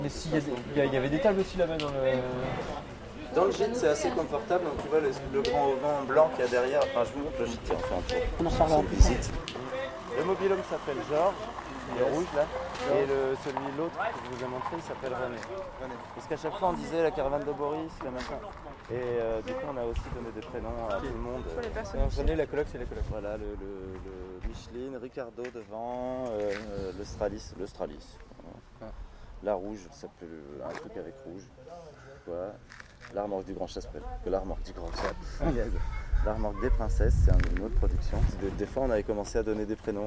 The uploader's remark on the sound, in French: Le Cheptel en fête. Toutes les sons et musiques proviennent des spectacles, et moments enregistrés cette semaine d'Aout 2019.